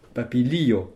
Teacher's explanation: Dans ces trois lettres, lio, en fait, il y a deux syllabes. Et c'est bien le li que l'on accentue, l'avant-dernière syllabe, comme toujours en espéranto, sans la moindre exception.